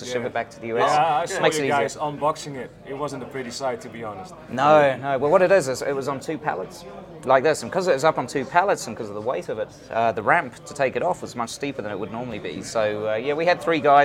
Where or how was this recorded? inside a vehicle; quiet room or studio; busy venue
busy venue